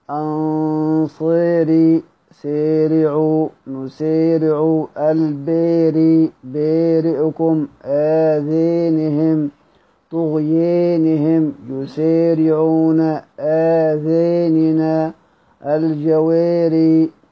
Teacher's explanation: دور الكسائي بيقرأ جميع هذه الألفاظ بالإمالة